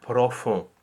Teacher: When you have this configuration with two O's in one word, the first O, which is in theory open, will take on a less open quality because of the closed O that follows. So you will not really say profond with a really open O, like it should actually be if it were a real open O in French, but you will say profond. · we have open O followed by the O nasal · Term: vocalic harmonization